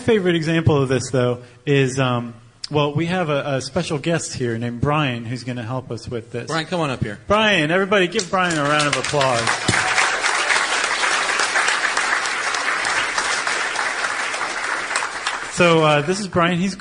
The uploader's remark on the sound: Live at SD Comic-Con. Along with a live audience at the 2012 Comic-Con.